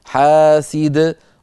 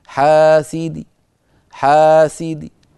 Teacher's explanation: وإن كانت منونة تنوين جر نحو حاسد، فنحذف التنوين عند الوقف فتبقى الدال مكسورة حاسدي، فيوقف عليها إما بالسكون حاسد، وإما بالروم بخفض صوت الكسرة من غير تنوين · Shown in: second take